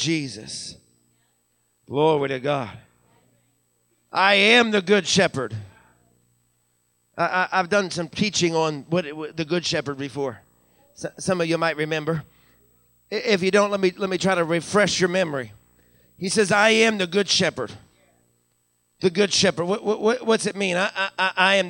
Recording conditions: large echoing room